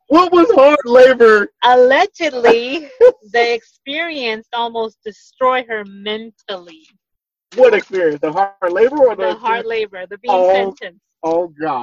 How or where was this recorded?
video call